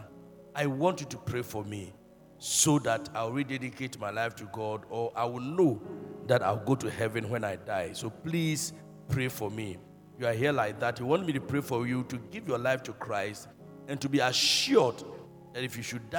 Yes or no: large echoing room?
yes